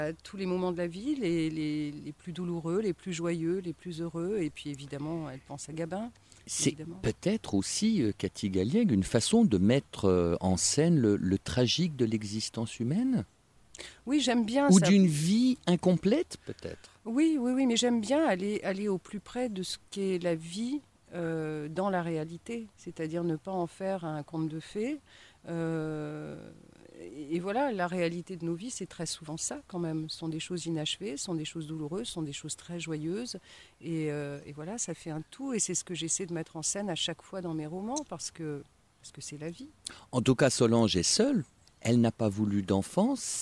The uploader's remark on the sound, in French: Cet entretien a été enregistré dans le parc de l’Hôtel Avallon Vauban, à Avallon, mercredi 31 mai 2023.